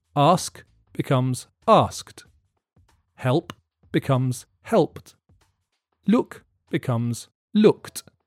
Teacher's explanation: If a verb ends in a breath sound, then the ED ending is pronounced T. The ending is a breath sound or unvoiced.